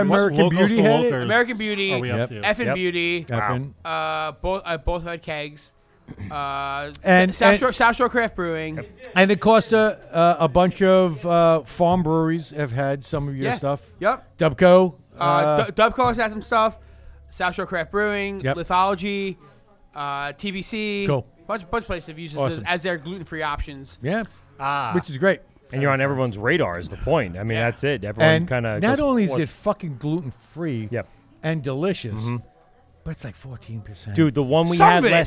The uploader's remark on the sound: LIVE at Hopsscotch Bottle Shop